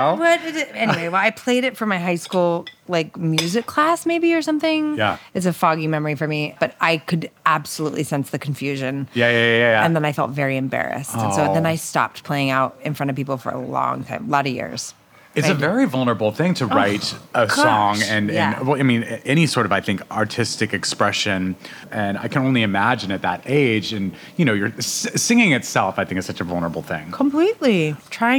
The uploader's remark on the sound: This episode of Dinner's On Me was recorded at K'Far in Williamsburg, Brooklyn.